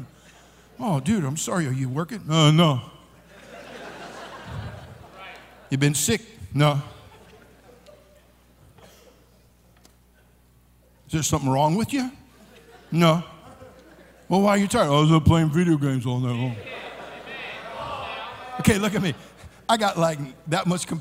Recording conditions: live audience